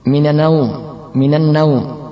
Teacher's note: Atau menghilangkan gunnah pada an-naum sehingga menjadi minan naum.